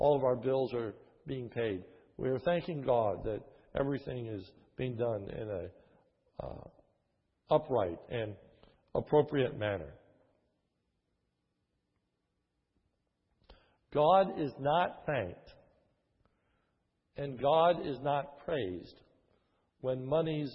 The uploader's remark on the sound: This is a sermon recorded at the Lebanon Bible Fellowship Church, in Lebanon, PA, on 9/2/2012 during the morning service